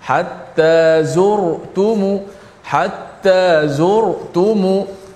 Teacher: hukumnya Ra yang kedua hatta zur ha, itu pun tebal juga. Ra sebelum dia berbaris di hadapan sentiasa tebal